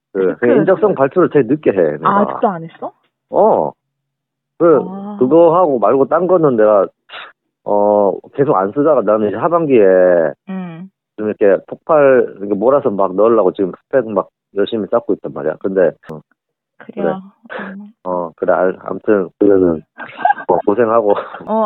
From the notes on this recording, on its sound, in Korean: 리얼한 통화 녹음 들려드리겠습니다. (중반부부터는 음량을 조금 키워주세요 ~).